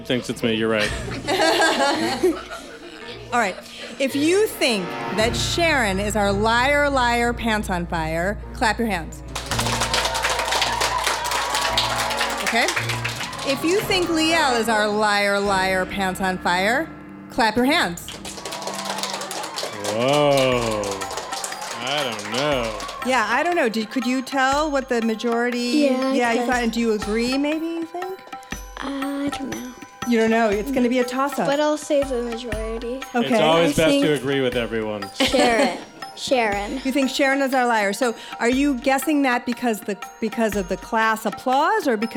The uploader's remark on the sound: It's our first live show! Special thanks to the students and staff at Jefferson Elementary in Maplewood, NJ.